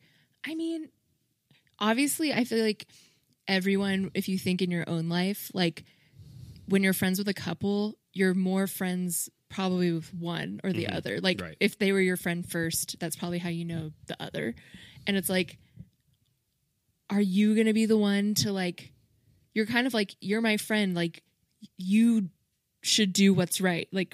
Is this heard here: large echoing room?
no